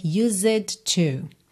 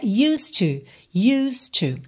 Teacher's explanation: E o D já liga no T. · Shown in: second take · Então o som é used to.